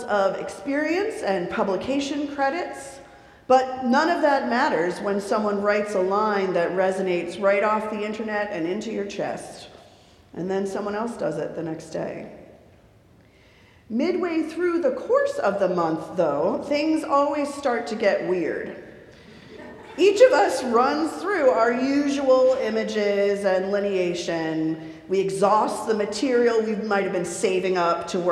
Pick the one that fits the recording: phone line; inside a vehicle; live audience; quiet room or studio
live audience